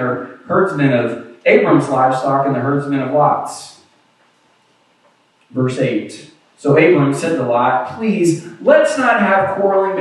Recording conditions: poor sound quality